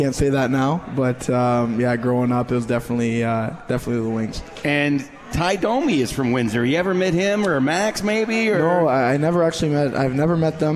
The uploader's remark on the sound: live from The 72 Tavern